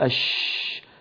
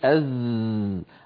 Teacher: كل هذه الحروف عندما ننطقها فهي مجهورة، يعني صوتها قوي واضح في السمع، الوتران الصوتيان فيها منضمان ويهتزان · Shown in: second take